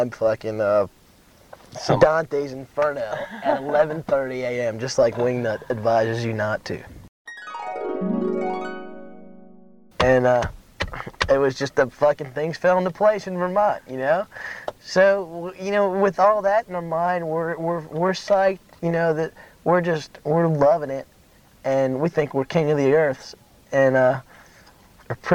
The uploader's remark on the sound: It was recorded at Trail Days on May 13, 1995 in Damascus, Virginia. The interview was done in a car and with a small handheld mic and cassette tape recorder. Don’t expect high fidelity in this recording.